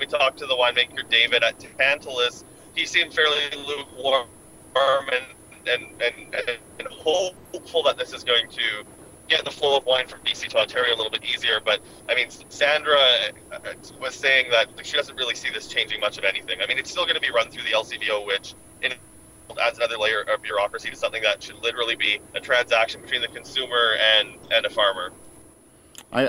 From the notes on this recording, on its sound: In The Car Interview. En route to Oregon from the Okanagan.